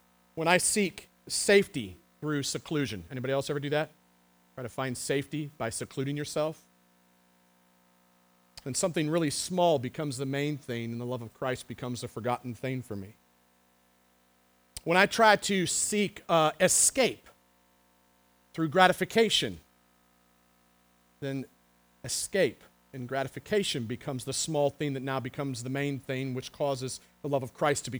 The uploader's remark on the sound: The Well, an Acts 29 and Converge Heartland Church in Hastings, NE